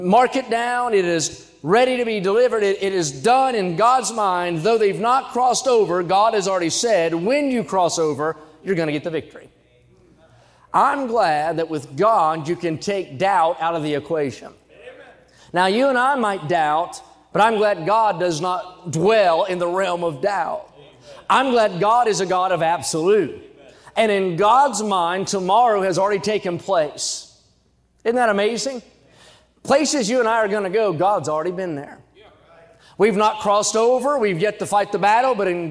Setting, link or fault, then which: setting, large echoing room